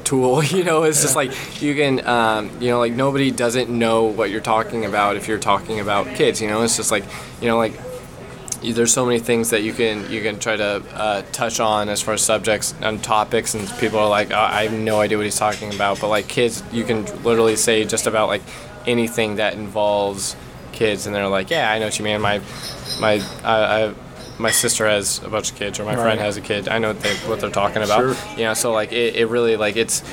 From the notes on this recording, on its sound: Big thanks to Denny's for letting us hang out and record and serving up some delicious pancakes!